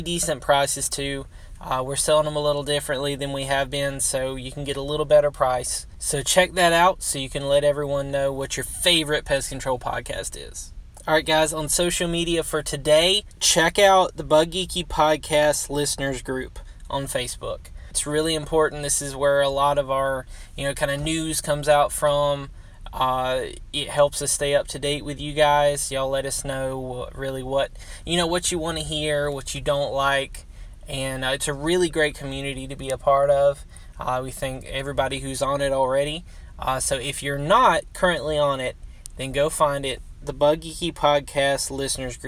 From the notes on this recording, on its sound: on the road to sunny Orlando Florida and decided to record a roadcast